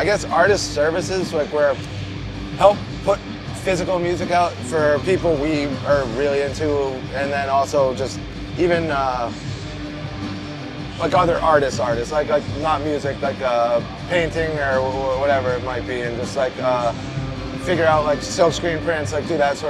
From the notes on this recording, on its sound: Live At Fenway Park. This podcast was recorded on The Green Monster at Fenway Park.